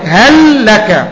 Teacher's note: يعني تقف على اللام وقفة بسيطة جدا في قراءتك · الحرف الأول مدغم في الحرف الثاني، لكن نحن نسمي هذا يا شيخ في القراءة في علم التجويد أو في علم القراءة النبر.